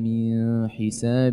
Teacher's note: ما تعمل إدغام ولا غنة، بكل وضوح · Term: الإظهار